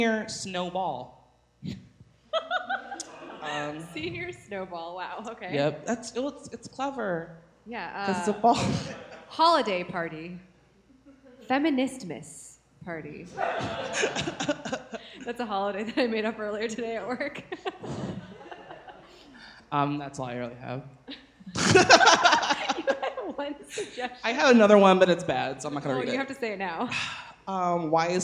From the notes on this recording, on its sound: It's a LIVE show!